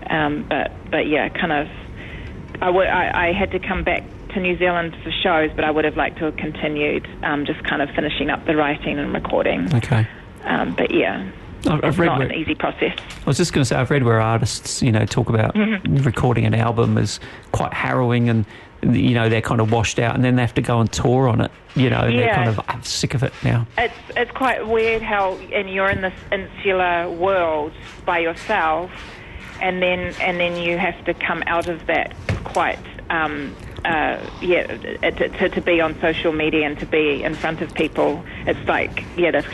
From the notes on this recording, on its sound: On the phone LIVE from Auckland